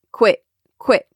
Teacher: The airflow stops before I hit that T. · Term: stop T